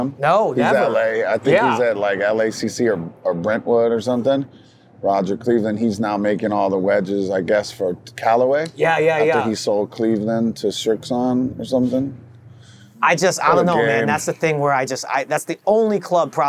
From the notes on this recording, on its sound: Shot on location at Top Golf Las Vegas.